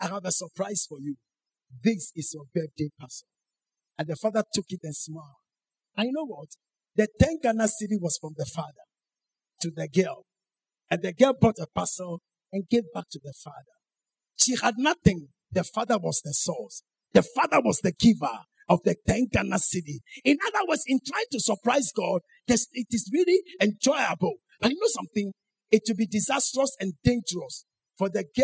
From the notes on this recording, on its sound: Sermon preached at CBC Adabraka Campus